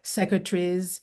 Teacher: You'll notice the elision of the last syllable